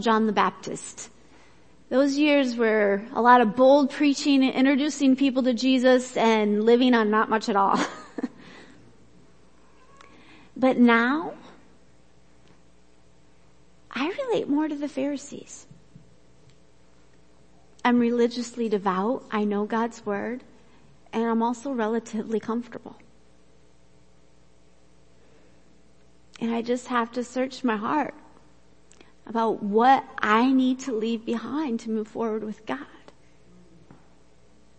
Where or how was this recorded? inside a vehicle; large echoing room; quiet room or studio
large echoing room